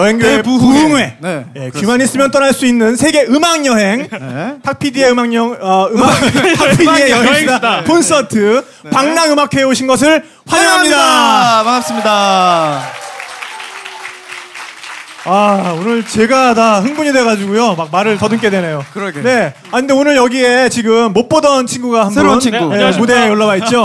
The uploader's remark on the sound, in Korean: (고음질 콘서트 실황).